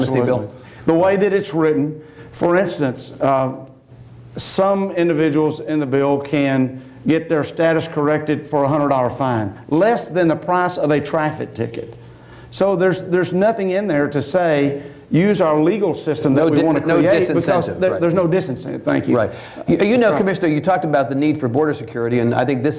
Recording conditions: live audience